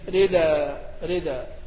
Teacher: ينقل حركة الهمزة إلى الدال، إذا الحركة تنتقل إلى الدال تصبح إيه؟ ردا ردا مع إبدال التنوين ألفا وصلا ووقفا.